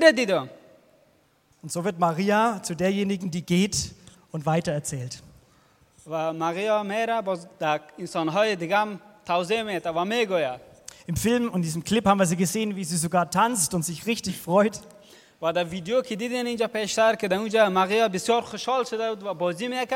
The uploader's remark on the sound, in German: aus dem internationalen Ostersonntag-Gottesdienst der Liebenzeller Mission